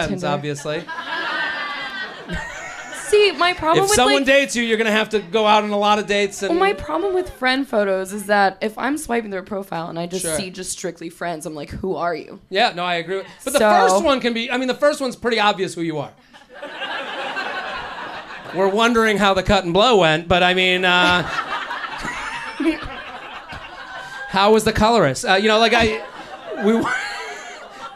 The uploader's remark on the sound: LIVE At The Village Underground